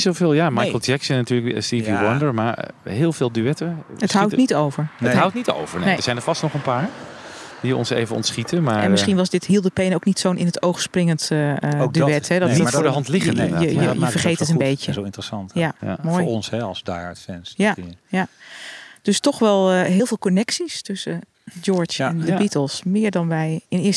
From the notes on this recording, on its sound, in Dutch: Deze aflevering werd opgenomen bij het toegangshek van Friar Park, het landgoed van die andere George.